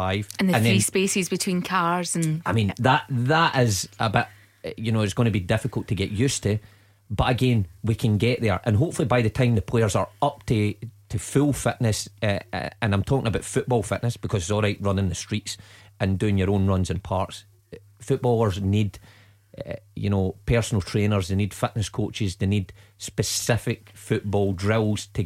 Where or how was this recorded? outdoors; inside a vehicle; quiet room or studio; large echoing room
quiet room or studio